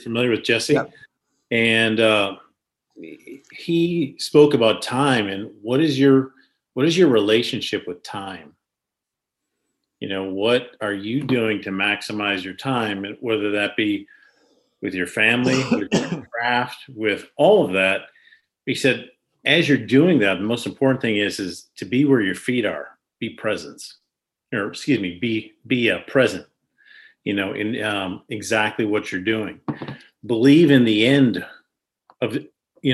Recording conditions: video call